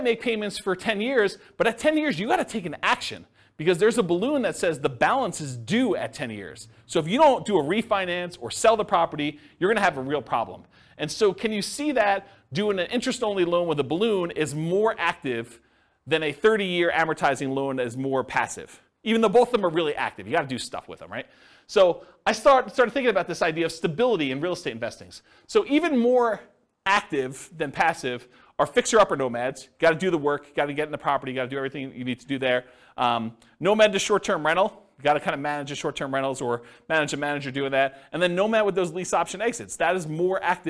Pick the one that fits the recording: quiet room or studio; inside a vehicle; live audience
live audience